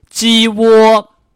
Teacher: 都是第一声，第一声呢，要读得高，读得平